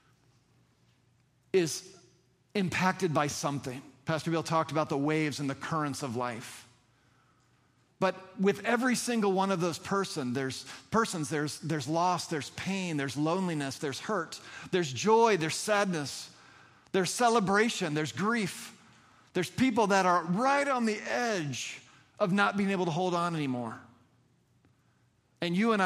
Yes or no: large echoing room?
yes